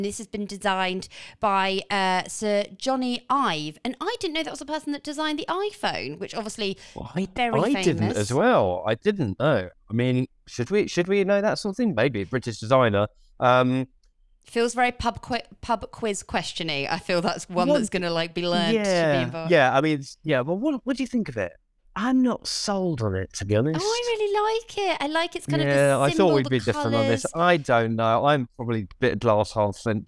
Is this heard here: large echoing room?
no